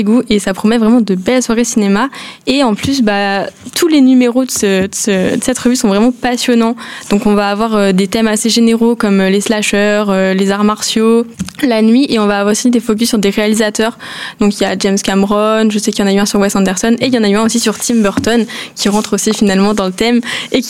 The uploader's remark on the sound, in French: nous nous sommes réunis pour un club de lecture exceptionnel en direct de la Bibliothèque Alexis de Tocqueville de Caen